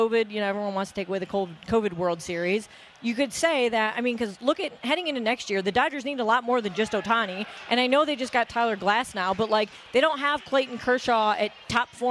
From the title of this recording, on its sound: LIVE From Yaamava!